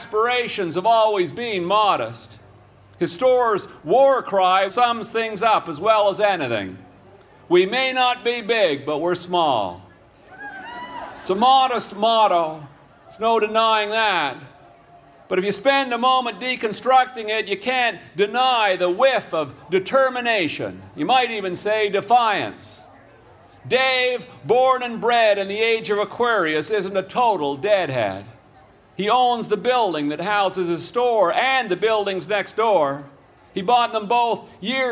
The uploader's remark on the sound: The story The Lost Chords was recorded that day at Hillside Festival.